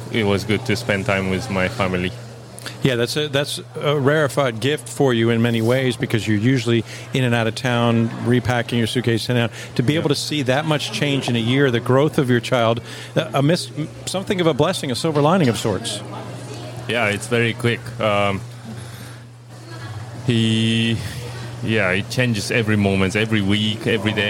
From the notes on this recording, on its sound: This interview was recorded in the lobby of the Outrigger Reef. A three-day tennis event held in Waikiki, Hawaii. This interview was recorded in the lobby of the Outrigger Reef.